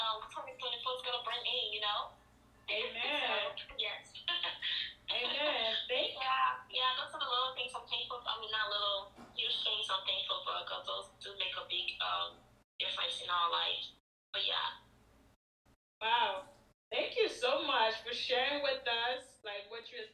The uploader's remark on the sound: We truly apologise for the low audio quality.